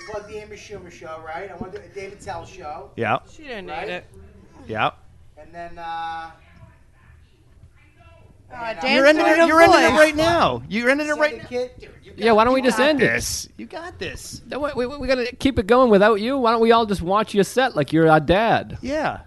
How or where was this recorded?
busy venue